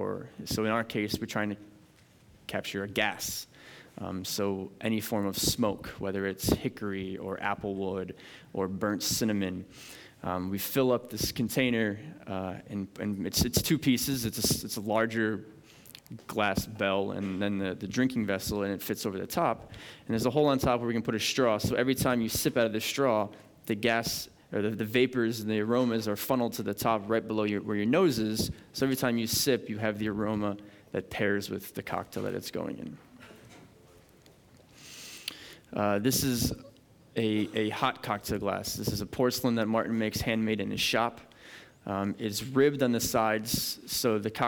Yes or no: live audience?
yes